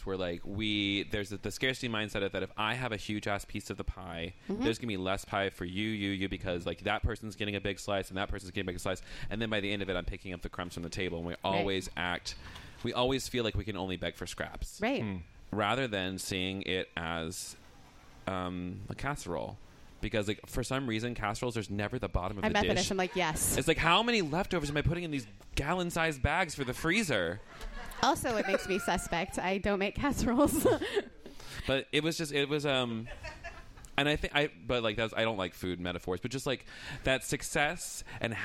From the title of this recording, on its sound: Live at WGF'19